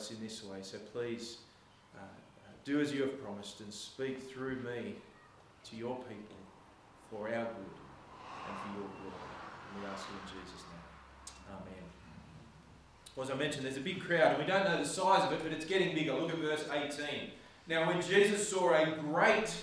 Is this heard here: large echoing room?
yes